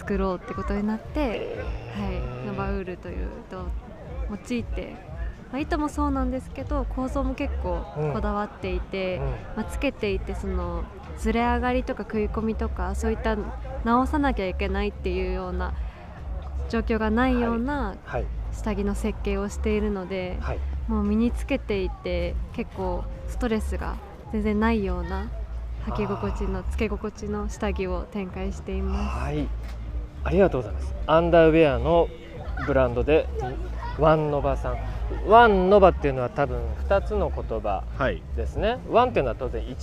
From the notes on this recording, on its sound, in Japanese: 収録地： さいたま市 秋ヶ瀬公園 バイクロア会場。突撃レポート。収録地： さいたま市 秋ヶ瀬公園 バイクロア会場。収録機材： ZOOM F3 (レコーダー)、 ZOOM ZSG-1, AKG D5（マイク）。